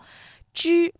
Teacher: 所以发音的时候舌尖是上翘的，顶住硬腭前部